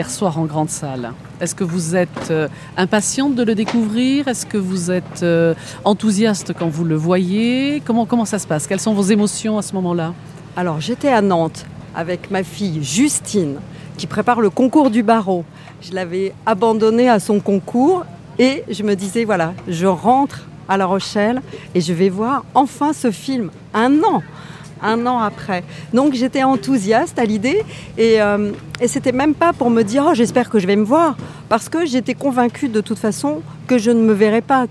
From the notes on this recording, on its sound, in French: conférence de presse lors du 76ème Festival de Cannes